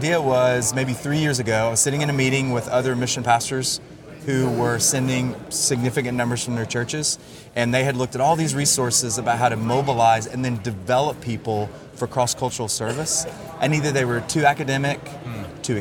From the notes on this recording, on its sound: exclusive interview recorded at the final Together for the Gospel conference.